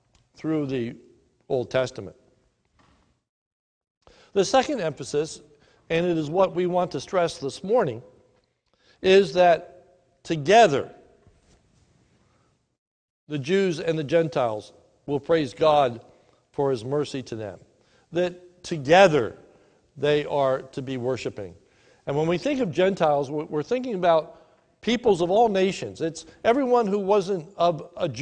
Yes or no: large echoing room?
yes